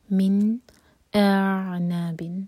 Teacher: من اعناب، حمزہ کو پورا ایک حلقہ پہلے کھینچ لیں، اس کے بعد عین سکھ کے ساتھ کنیکٹ کریں گے. اعناب، تو عین پر جھٹکا نہیں آنا چاہیے، عین کو تھوڑا سا ٹائم دیں